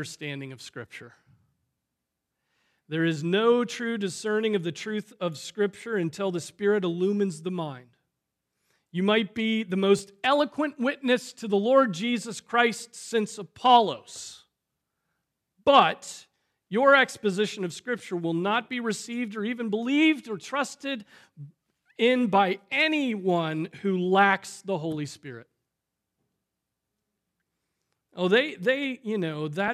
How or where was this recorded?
large echoing room